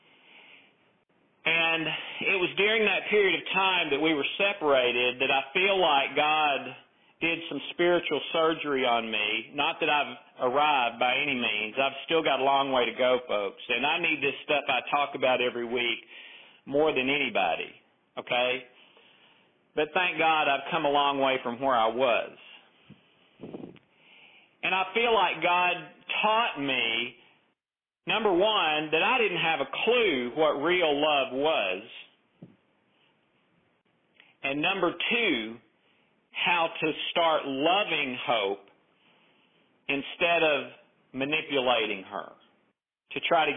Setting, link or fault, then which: link, phone line